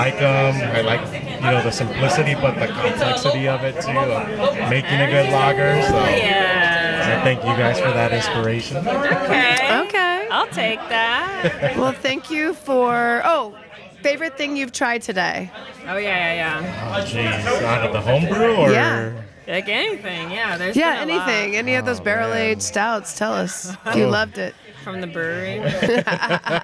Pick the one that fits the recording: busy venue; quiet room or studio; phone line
busy venue